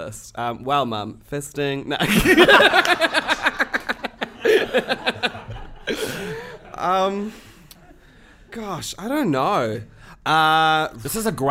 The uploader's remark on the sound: Recorded live in front of a studio audience